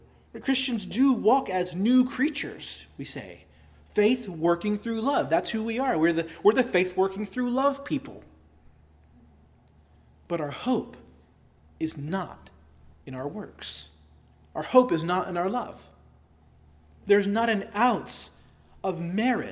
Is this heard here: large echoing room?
yes